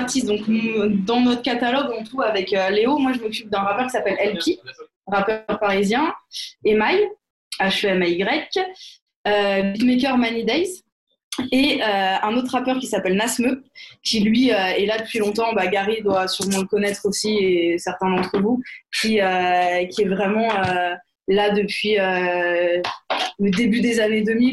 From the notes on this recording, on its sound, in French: Enregistré à distance